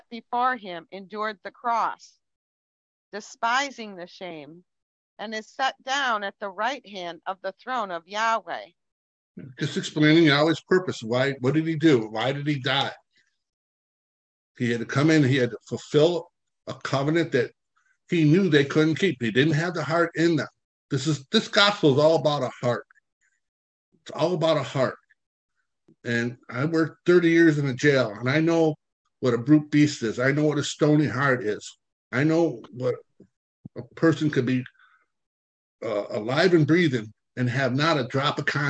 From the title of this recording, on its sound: Charlotte NC Zoom Class